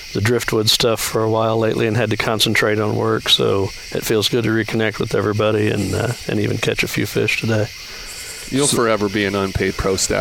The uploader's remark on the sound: Record from a gravel bar on the river they no longer speak.